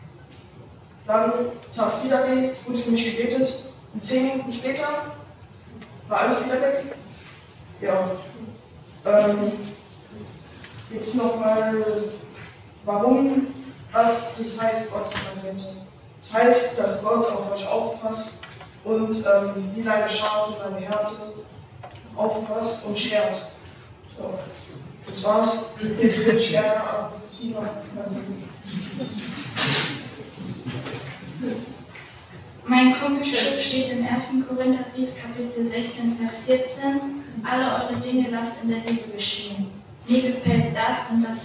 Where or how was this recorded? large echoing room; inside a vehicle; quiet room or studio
large echoing room